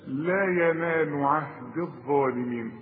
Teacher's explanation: الغي الياء دي بتاعت عهدي من النطق إذا وصلت، إنما تثبت إذا وقف. قال لا ينال عهدي عند الوصل عهد الظالمين، لأنها ساكنة واللام ساكنة.